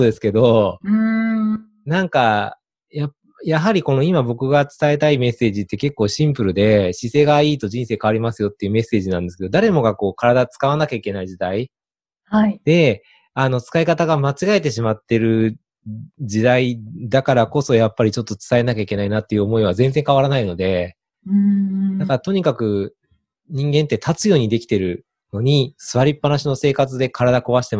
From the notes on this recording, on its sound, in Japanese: オンライン収録のため、通常より音声が劣りますがご了承ください